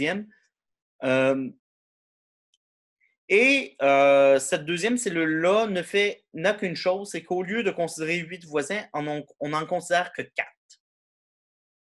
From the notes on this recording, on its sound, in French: cours en ligne sur Zoom